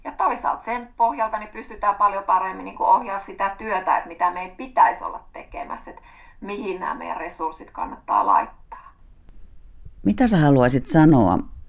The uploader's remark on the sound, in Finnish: Romano miritsin etähaastattelussa